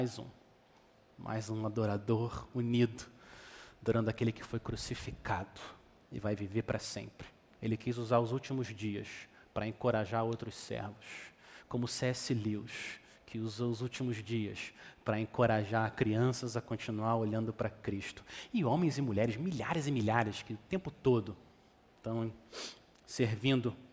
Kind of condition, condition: setting, large echoing room